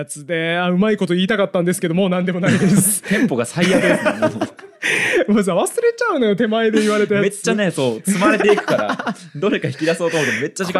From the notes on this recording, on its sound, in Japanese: 公開収録で「俺たちのベスト方言グランプリ」をやり、皆さんの推し方言を紹介してもらいました。